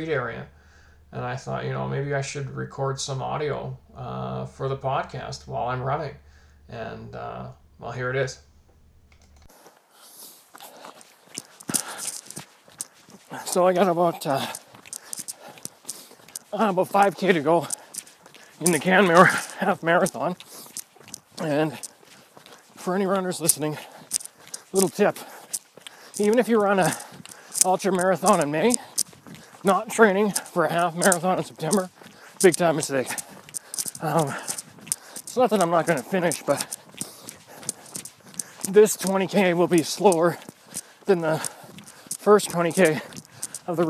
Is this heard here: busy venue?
no